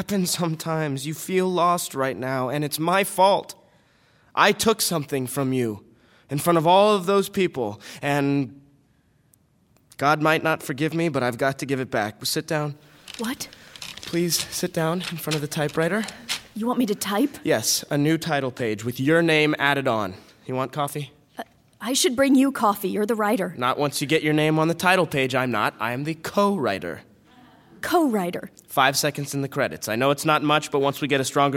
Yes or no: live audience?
yes